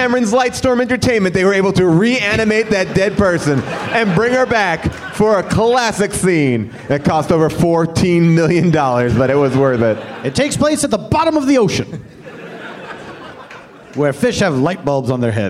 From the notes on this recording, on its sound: Live from Day 2 of Bumbershoot in Seattle